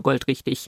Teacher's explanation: in der gesprochenen Sprache sprechen wir das G hinten schon sehr häufig, also wenn das Wort wirklich auf das G endet, schon als CH aus, also goldrichtig.